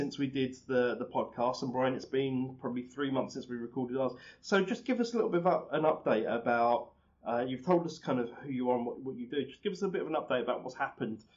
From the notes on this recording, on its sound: the audio quality is not super top-notch